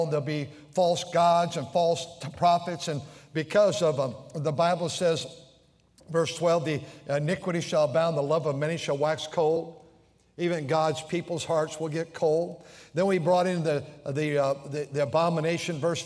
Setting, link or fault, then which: setting, large echoing room